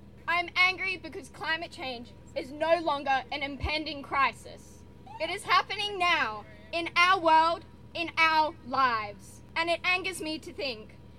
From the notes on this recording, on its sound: Hear live recordings from youth attending the Byron march as well as interviews with Byron highschool event coordinators and fledging new radio recruits!